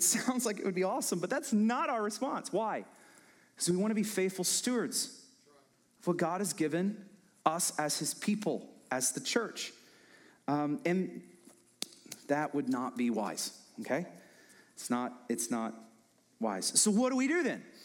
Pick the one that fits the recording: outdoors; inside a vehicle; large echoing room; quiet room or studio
large echoing room